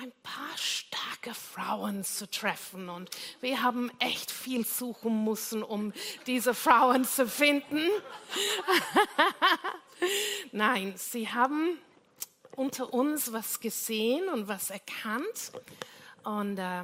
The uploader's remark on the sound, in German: Gottesdienst live aus der LIFE Church Wien.